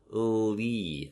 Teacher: they slide from L into an E articulation and not actually make a yi with the center of the tongue